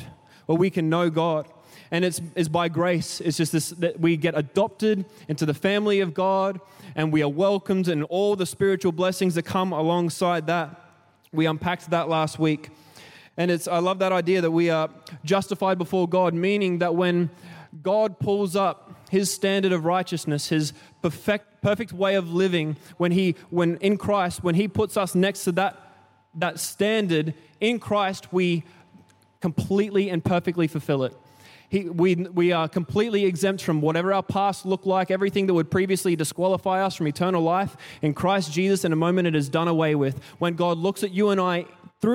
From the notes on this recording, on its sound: Recorded during our 5pm service on Sunday, the 13th of August 2023.